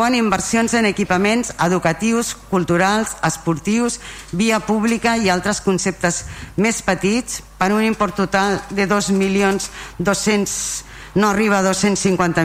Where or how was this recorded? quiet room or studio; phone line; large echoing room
large echoing room